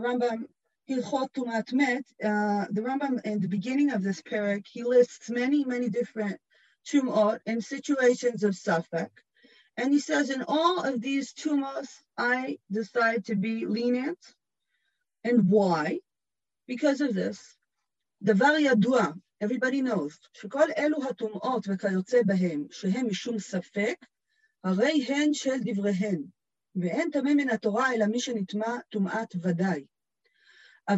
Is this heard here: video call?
yes